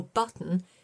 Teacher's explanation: the T is glottalised. That means it sounds as if it's being swallowed towards the back of the mouth. I might say button if I'm speaking very slowly and deliberately, or button if I'm speaking at a more normal pace.